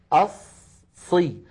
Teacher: هذه الصاد مشددة فهي تتألف من صادين، الصاد الأولى ساكنة أصي، فالصاد الأولى زمنها مساو للهاء في اهدي.